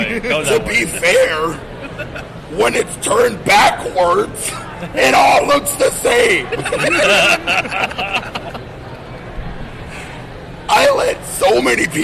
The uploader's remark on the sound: live at COMICPALOOZA from the con floor